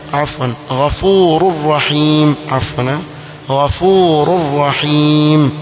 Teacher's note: Hukumu hapa ni idgham kwa sababu tanwin imepatana ra, kwa hivyo itasomwa ghafurur rahim.